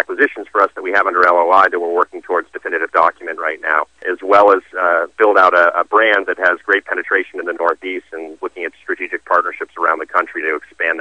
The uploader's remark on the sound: called into SmallCapVoice.